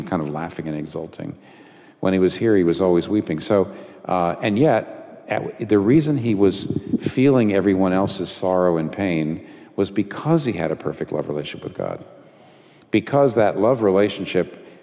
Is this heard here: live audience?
yes